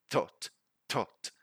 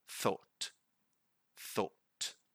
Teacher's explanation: the voiceless TH, there's no vibration. We simply blow the air through our teeth · Shown in: second take